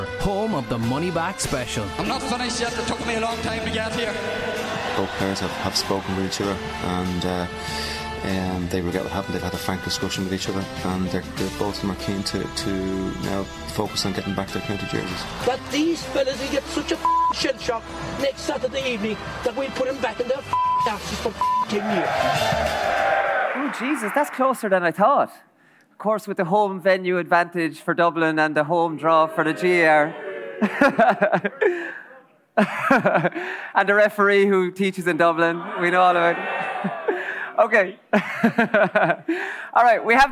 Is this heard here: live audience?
yes